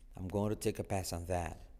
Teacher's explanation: Semiclave TH y la T casi no se dice al final.